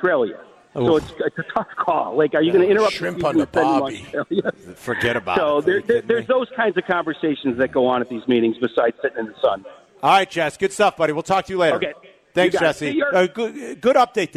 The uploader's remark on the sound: live from Twin Peaks in Warrenville!